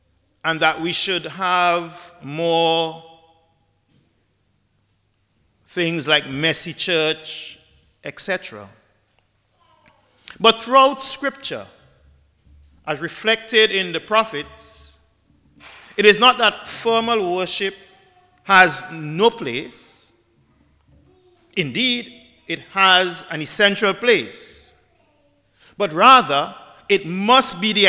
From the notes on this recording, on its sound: The Dean of St George's Cathedral, St Vincent and the Grenadines, preached at the 11:00am Mass.